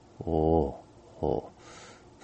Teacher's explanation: その呼吸の音がまず鳴って、その、上に母音の音が乗って、ほになるわけですけども